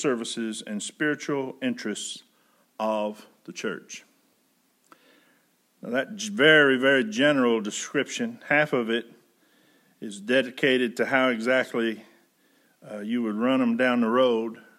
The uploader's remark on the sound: Preached May 31, 2020 at General Baptist Church God's House of Prayer in Fairborn, Ohio